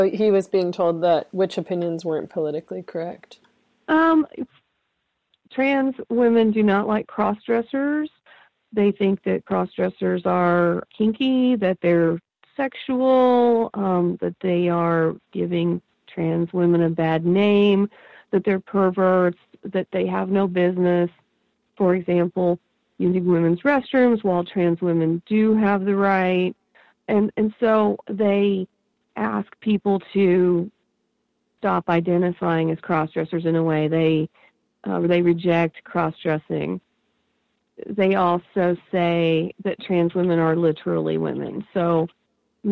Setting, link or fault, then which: link, phone line